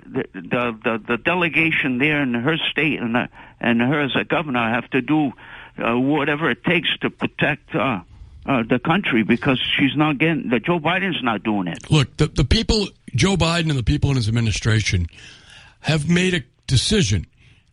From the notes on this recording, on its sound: take calls from the audience